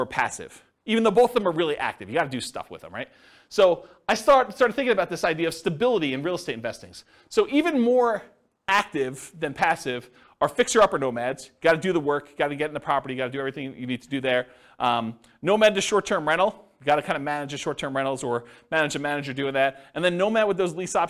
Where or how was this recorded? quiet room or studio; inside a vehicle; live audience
live audience